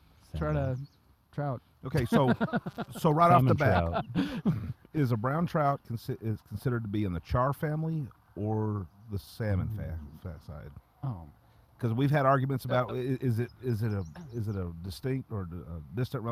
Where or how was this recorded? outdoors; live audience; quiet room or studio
outdoors